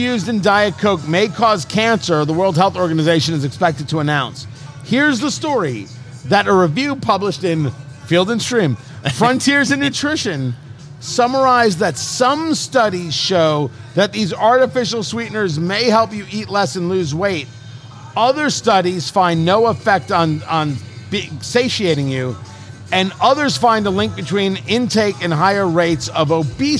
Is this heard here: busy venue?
yes